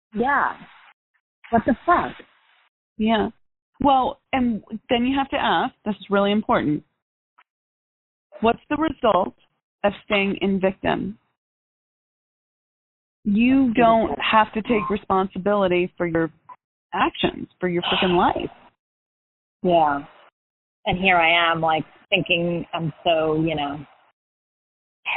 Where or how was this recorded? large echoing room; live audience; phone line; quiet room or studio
phone line